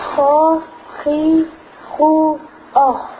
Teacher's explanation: you can feel the resonation of the ha in the top of the throat.